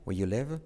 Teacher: la R de where decae